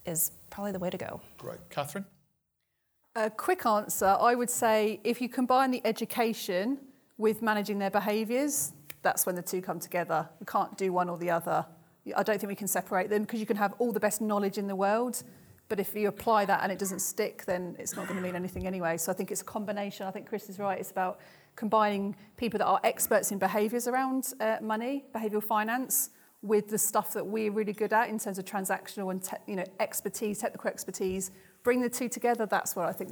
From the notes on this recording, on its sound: The Financial Wellbeing Conference 2019. Under the iconic wings of Concorde. Panel Discussion from the conference.